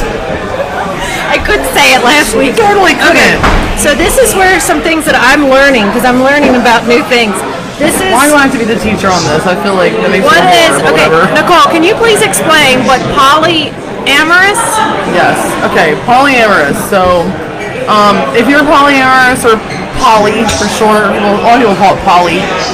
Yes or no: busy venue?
yes